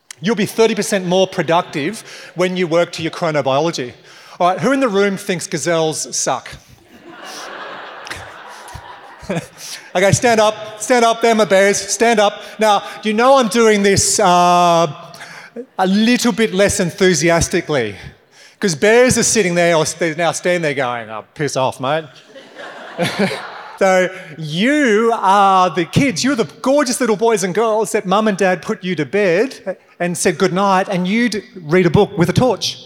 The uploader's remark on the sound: LIVE. From a recent keynote.